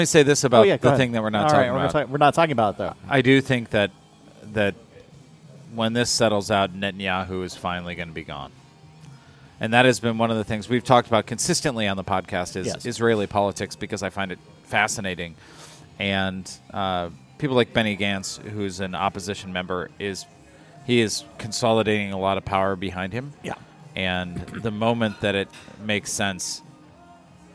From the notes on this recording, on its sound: On this episode recorded at Begyle Brewing